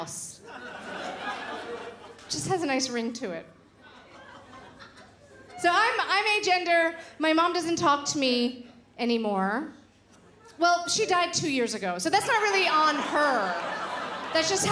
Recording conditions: live audience